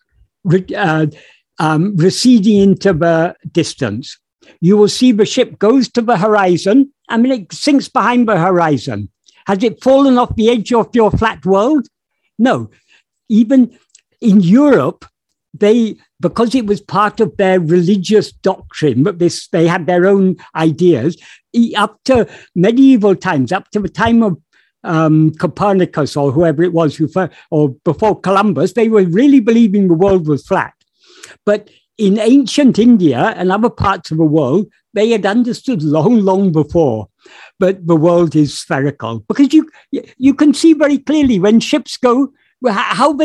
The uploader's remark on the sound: In a Zoom meeting of the ‘Ramana Maharshi Foundation UK’.